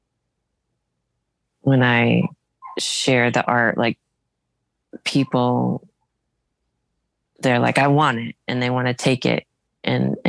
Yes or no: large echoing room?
no